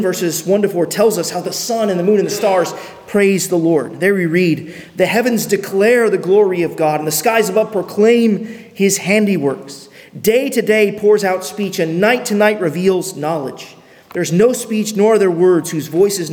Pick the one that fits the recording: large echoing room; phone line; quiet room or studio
large echoing room